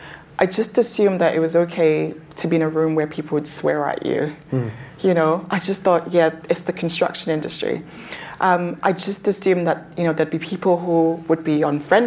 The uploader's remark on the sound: Get Construction Talking LIVE from London. This episode features the panel discussion that took place at our debut 'Get Construction Talking' event that happened on 12th July 2023 at Ham Yard Theatre, London.